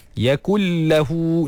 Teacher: Masukkan sahaja nun ke dalam lam tanpa memanjangkan gunnah dia. · Term: idgham bila gunnah